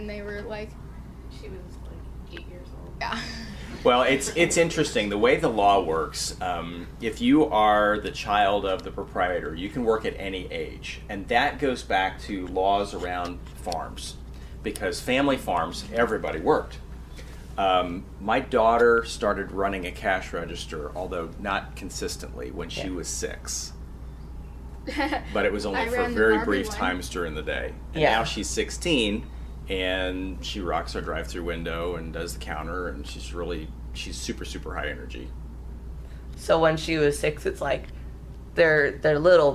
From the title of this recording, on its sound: Crazy Episode Live from Chick-Fil-A